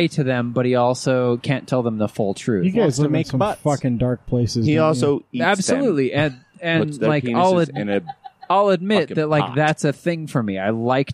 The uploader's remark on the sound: We take a break from the studio and record outside on the noisy patio.